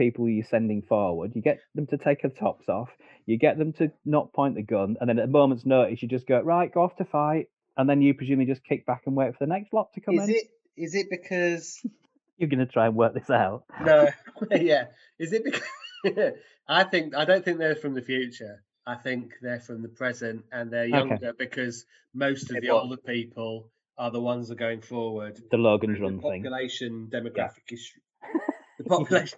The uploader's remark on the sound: Despite sounding like we’re recording in a tiny cupboard, 20,000 leagues under the sea, somewhere in the future-past, using only string and paper-cups